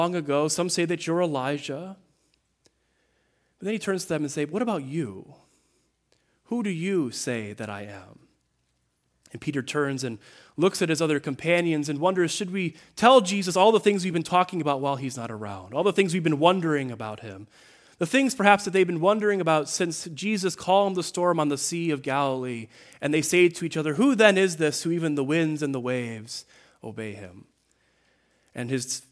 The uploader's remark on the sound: The 4th Sunday of Lent at Greenfield Presbyterian Church in Berkley, MI.